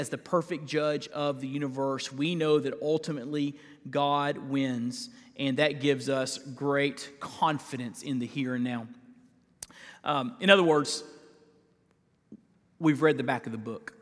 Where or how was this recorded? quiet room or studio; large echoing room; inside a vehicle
large echoing room